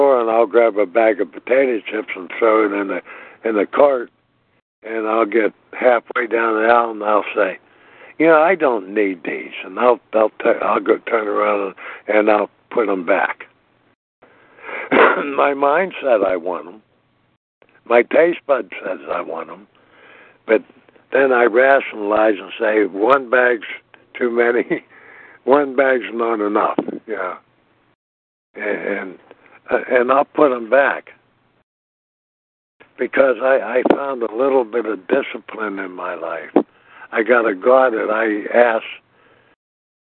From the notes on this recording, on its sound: From the 100 Pounders Phone Meeting, 6/18/23.